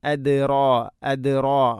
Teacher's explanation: റാഇനെ കനപ്പിക്കണം, തഫ്ഹീം ചെയ്യണം